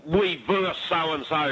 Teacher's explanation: to drop that last syllable off the word versus, meaning one team playing another.